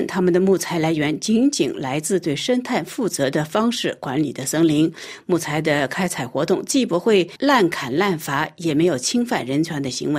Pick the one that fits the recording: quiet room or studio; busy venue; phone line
quiet room or studio